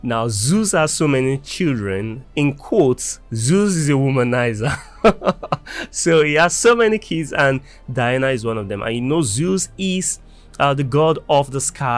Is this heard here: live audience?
no